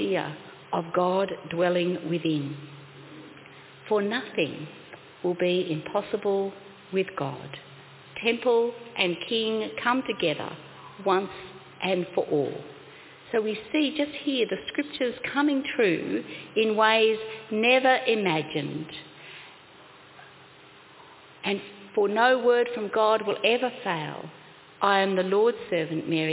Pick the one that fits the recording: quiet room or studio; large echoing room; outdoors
large echoing room